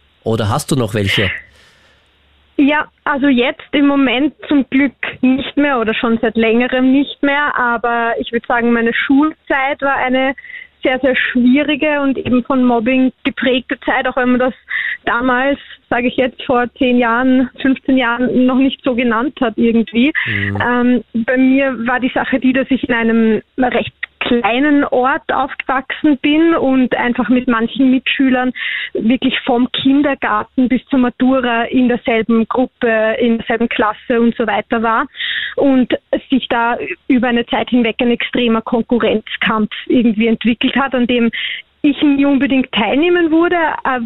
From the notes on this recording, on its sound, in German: Am Telefon